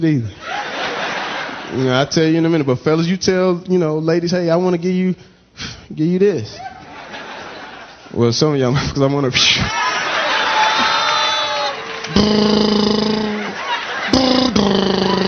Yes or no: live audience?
yes